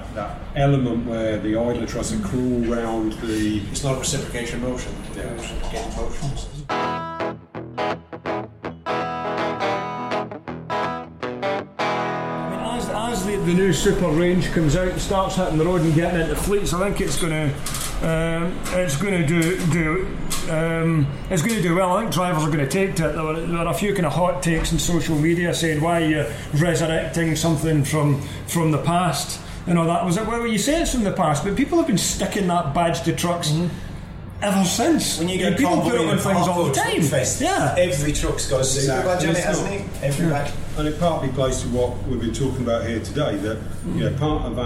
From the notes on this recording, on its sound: Was joined by 5 guests on this very special Scania edition of the Truck & Driver podcast. This episode was recorded live in Milton Keynes at the press demonstration of Scania's new ‘Super’ range.